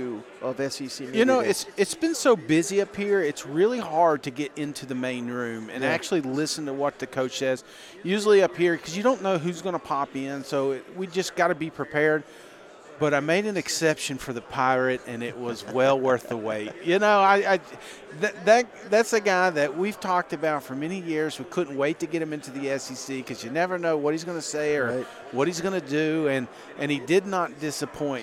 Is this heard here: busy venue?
yes